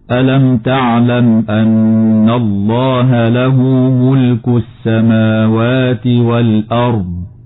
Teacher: قوله تعالى ألم تعلم أن الله له ملك السماوات والأرض، الميم الساكنة في نهاية كلمة ألم وكذا في نهاية كلمة تعلم حكمها الإظهار الشفوي، وتغن النون المشددة في كلمة أن بمقدار حركتين، وتفخم لام لفظ الجلالة لوقوعها بعد فتحة